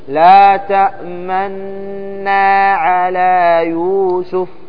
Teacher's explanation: ما لك لا تأمننا على يوسف، بدل ما تكمل الحركة كاملة تختلس منها، تقصر منها قليل، وهي في الصعوبة، فيها صعوبة، لكن الإشمام سهل. لا تأمن مع الإضغام مع إخراج الغنة وقبل نطق النون الساكنة تضم الشفتين